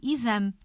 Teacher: o som é I, escrevemos com E, mas o som é I